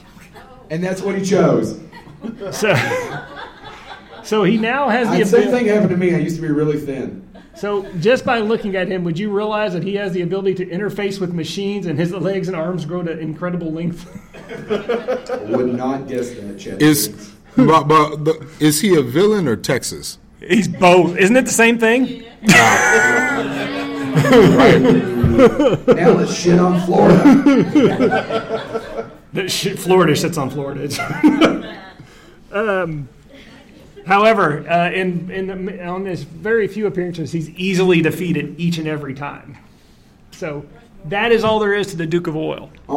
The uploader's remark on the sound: Live From Lexington Comic Con 2023